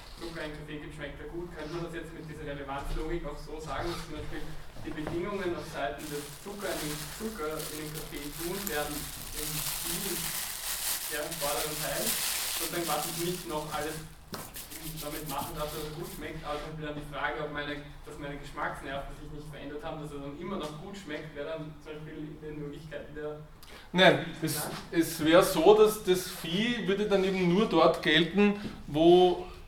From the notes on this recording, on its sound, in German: Diese Vorlesung wurde von Studierenden aufgenommen